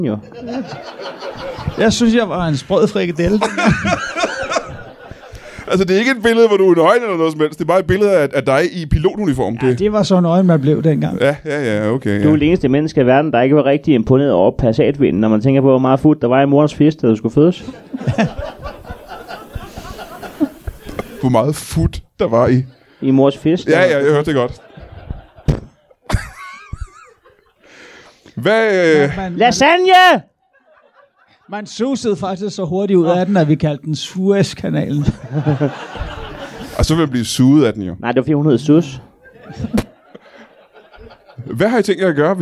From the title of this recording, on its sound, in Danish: LIVE fra Roskilde